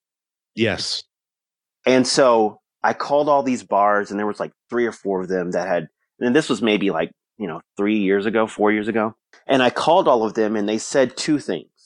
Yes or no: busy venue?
no